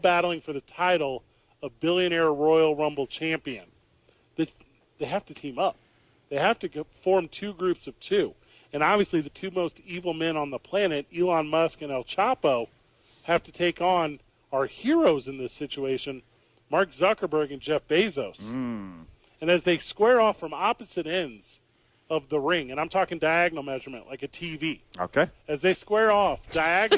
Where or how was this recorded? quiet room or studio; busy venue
busy venue